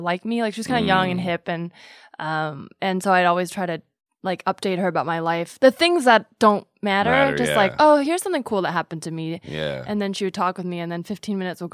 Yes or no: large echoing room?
no